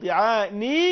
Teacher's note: إنما علينا أن نطيل الكسرة في الطعاني